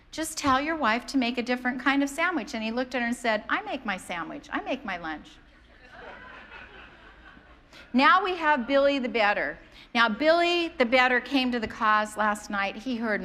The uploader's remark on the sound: Preached on January 2nd at the 11:30AM service.